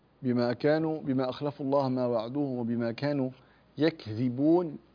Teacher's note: شايف الصوت هنا مفترض أنه لا يتأثر، يعني الغنة في النون والميم وليست في الواو، فحاول أن تصفي الغنة من الواو